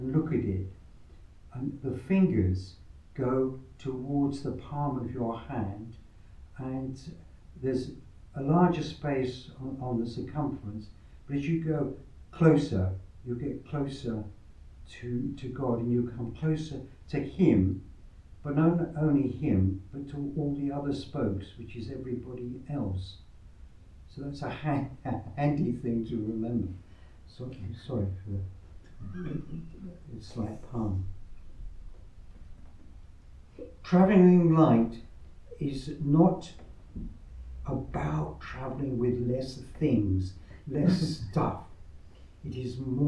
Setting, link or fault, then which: setting, live audience